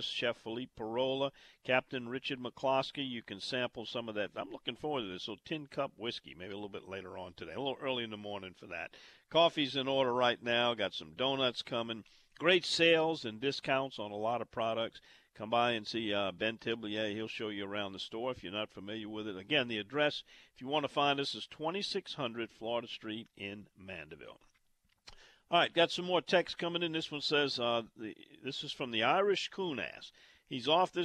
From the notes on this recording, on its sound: This week, live from Marsh & Bayou in Mandeville.